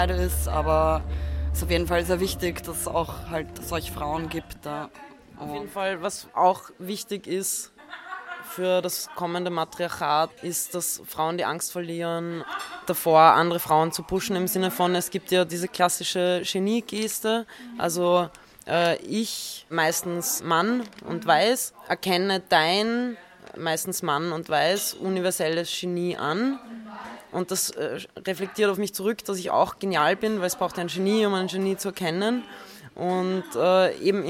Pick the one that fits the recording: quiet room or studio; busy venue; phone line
busy venue